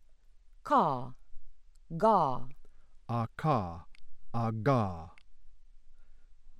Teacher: The velars, made by the back of the tongue against the velum, the soft palate.